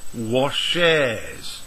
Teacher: Now here we do add a syllable. We add the syllable with a vowel e and the consonant z.